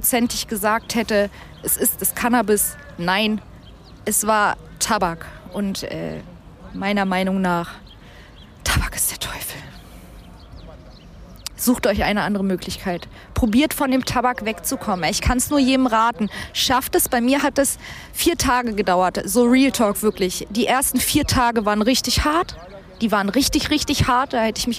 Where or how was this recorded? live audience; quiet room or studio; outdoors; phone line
outdoors